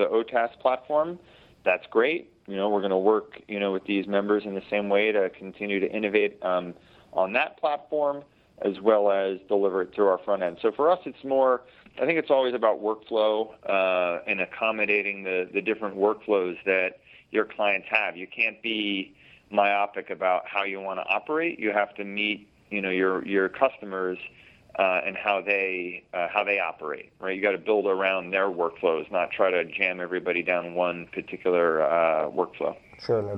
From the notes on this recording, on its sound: Joins via phone.